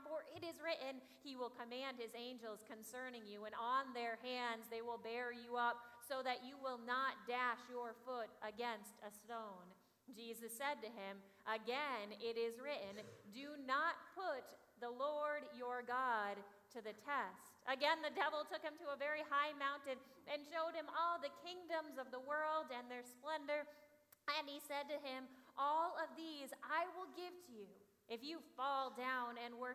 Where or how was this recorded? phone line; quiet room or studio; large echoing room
large echoing room